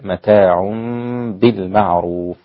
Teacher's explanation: الحكم إخفاء أو إقلاب مع الغنة، لأن التنوين جاء بعده باء